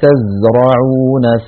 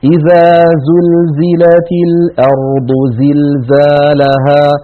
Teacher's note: نجد بأن حرف الزاي دائما يقرع السمع بقوة لما فيه من صفة الصفير